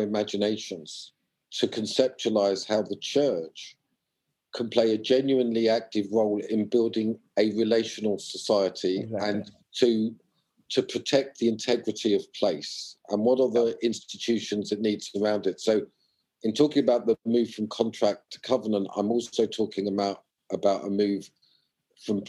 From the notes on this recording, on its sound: Sorry for any issues with the quality of audio this time as we continue to record over zoom.